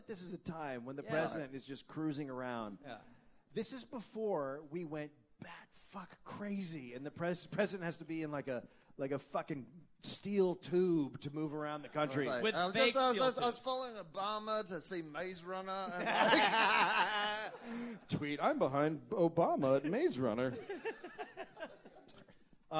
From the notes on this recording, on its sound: Live from LA Podfest